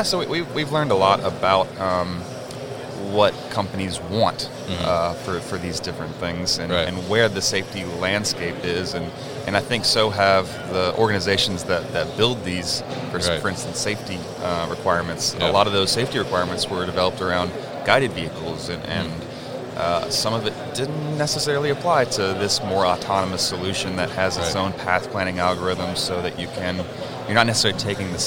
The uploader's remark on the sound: Mobile Industrial Robots at MODEX.